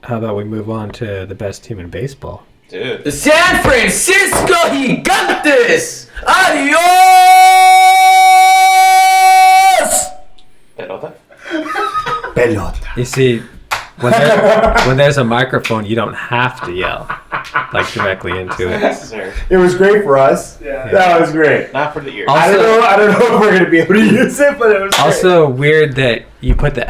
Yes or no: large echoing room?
no